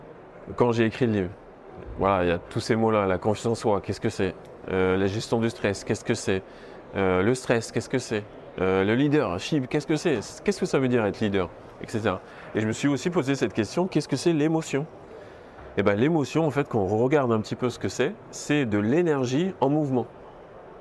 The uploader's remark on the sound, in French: Un nouvel épisode enregistré sur le salon Milipol à Paris.